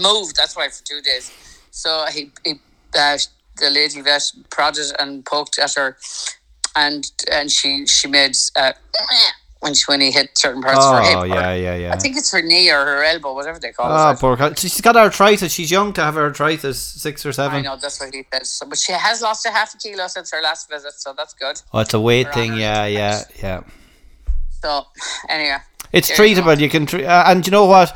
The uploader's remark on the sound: another over the phone podcast